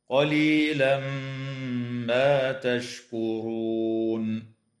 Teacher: يدغم التنوين في الميم مع الغنة في قوله تعالى قليلا ما